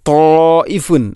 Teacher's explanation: ഇനി തായിഫുൻ, അവിടെ മദ് മുത്തസിലുണ്ട്, മദ്ദിൻ്റെ അക്ഷരമായ അലിഫിന് ശേഷം ഹംസ, അതേ പദത്തിൽ വരുമ്പോൾ നാലോ അഞ്ചോ ഹർക്കത്തിന് തുല്യമായിട്ട് നീട്ടൽ നിർബന്ധമാണ്